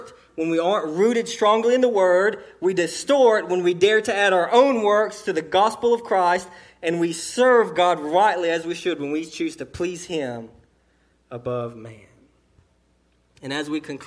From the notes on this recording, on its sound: Sermon delivered to Cottondale Baptist Church in Eastman, GA. During the 11:00am service.